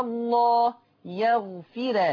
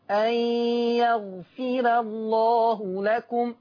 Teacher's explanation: انتبهوا إلى ترقيق الراء خاصة أنها متجاورة مع لفظ الجلالة